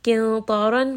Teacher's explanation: qaf is heavy, ta is heavy, ra in this case is heavy